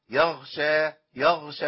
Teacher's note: يبقى يعني نحذر من عدم بيان صوت الخاء أو إسقاط الخاء أو إبدال الخاء بغين. لو أنا منعت عن الخاء النفس هتنقلب لغين